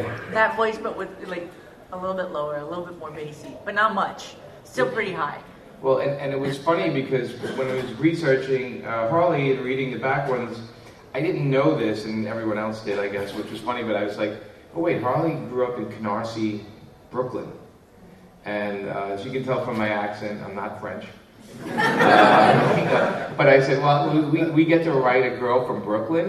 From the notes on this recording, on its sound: Recorded live at Long Beach Comic Con 2014.